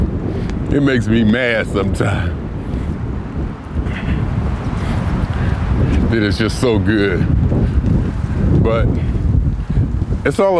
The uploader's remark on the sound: Me Walking Talking